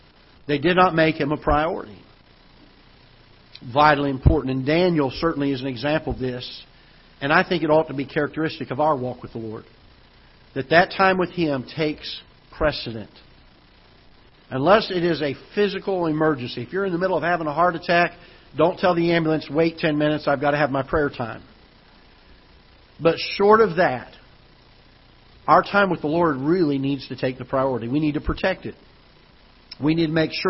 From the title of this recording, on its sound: Ketha Heights Baptist Church ~ Live Broadcast